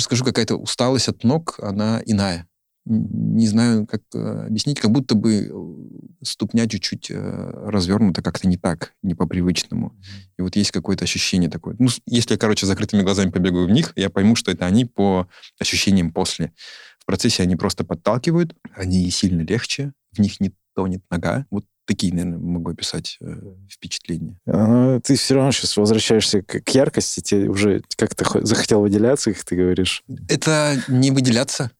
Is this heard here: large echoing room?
no